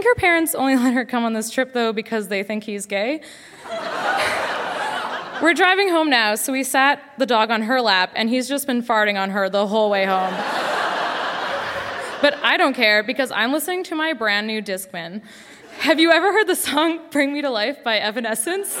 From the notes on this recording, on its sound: Recorded live at The Arden Theatre in St.